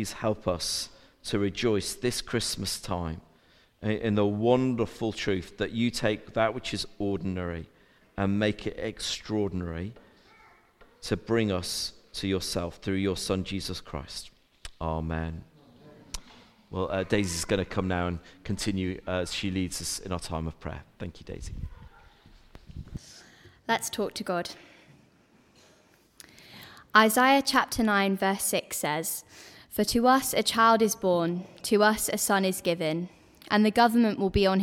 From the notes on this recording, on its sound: A Recording of the All Age Carol Service